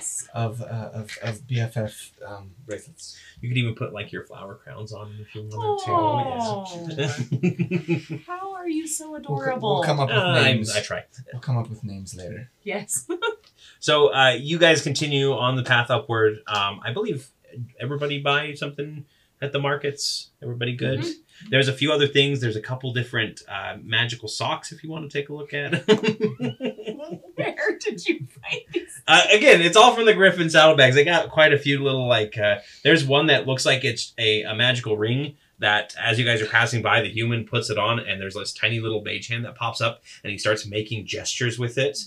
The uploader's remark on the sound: The audio in this is not the greatest